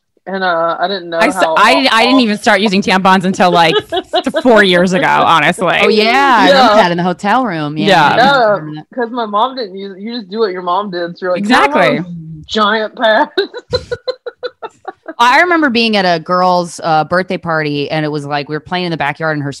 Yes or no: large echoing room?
no